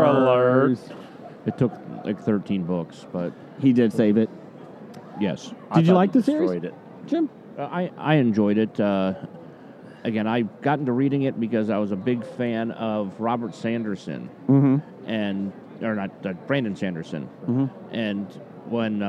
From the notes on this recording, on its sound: It’s day three of recording at the Cincinnati Comic Expo